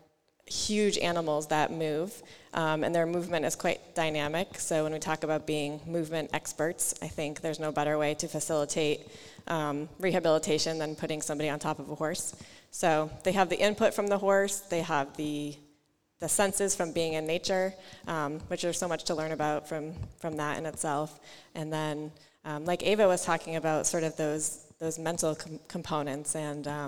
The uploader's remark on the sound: We took PT Pintcast on the road and landed at the University of New England for a live episode.